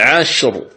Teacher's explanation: لأنها راء مكسورة في آخر الكلمة ووقفنا عليها ولا يوجد سبب آخر لترقيقها · Term: تفخمها